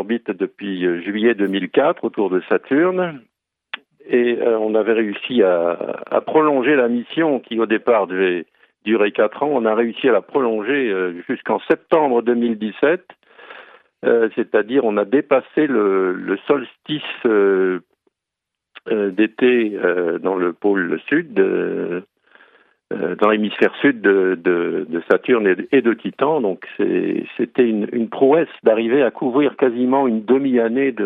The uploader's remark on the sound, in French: par téléphone